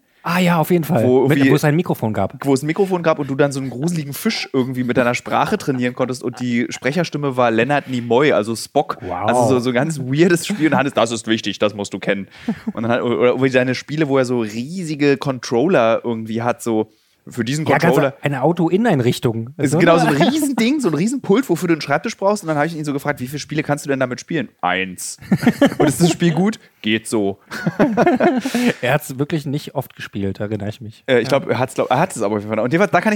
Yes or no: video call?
no